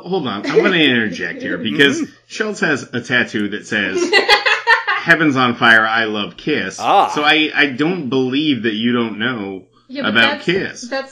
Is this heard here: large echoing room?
no